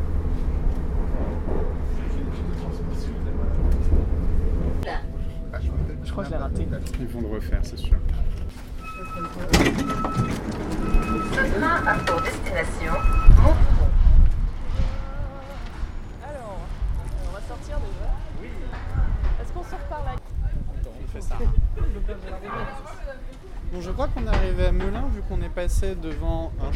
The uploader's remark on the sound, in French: On sait que c'est pas bien tout pareil et que des fois on entend et des fois on entend pas. Il y a beaucoup de bruits de voiture dans cet épisode.